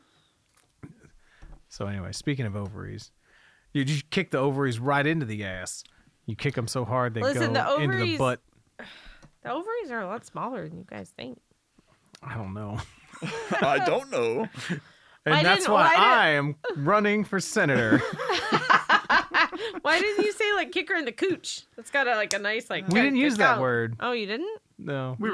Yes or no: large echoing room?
no